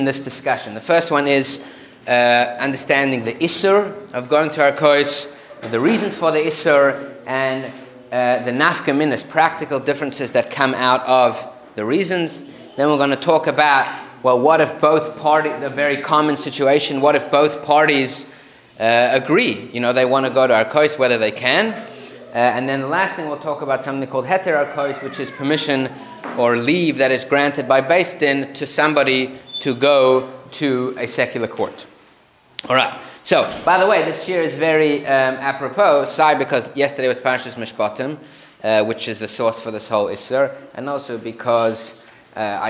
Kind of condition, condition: setting, live audience